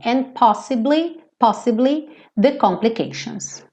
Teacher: Então, eu acabo ouvindo and po, tá? Eu não ouço realmente o D, só ouço o AN.